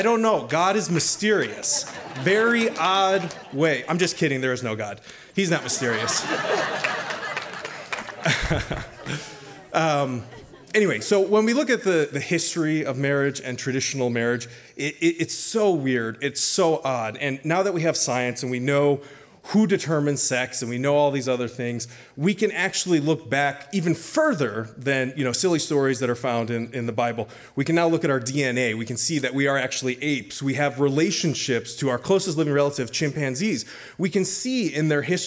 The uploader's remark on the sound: Told live on stage and without notes.